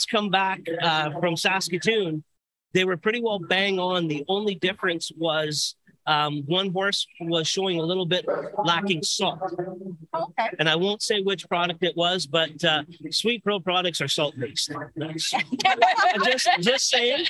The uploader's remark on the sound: at the Manitoba Barrel Racing Finals (Fall 2022)